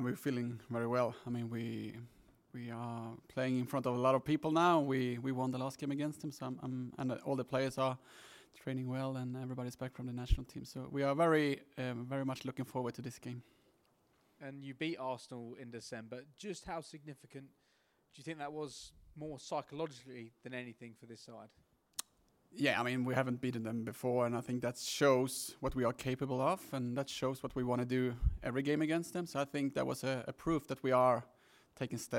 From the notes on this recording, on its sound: PRESS CONFERENCE. Arsenal Women v Tottenham Women: Women's Super League.